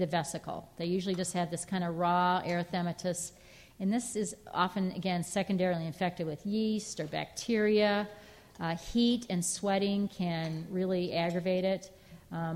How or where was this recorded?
live audience